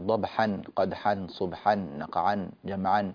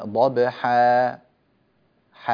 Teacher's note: عند الوقف على الألفات ذات الحركتين، مد عوض